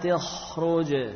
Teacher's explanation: Qalqalah. Jim sukun. Jangan lupa qalqalahnya.